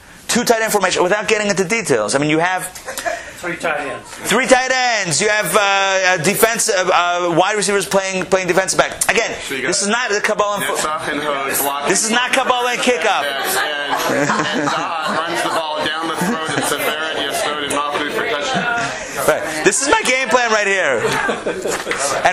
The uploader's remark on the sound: Recorded live at Atlanta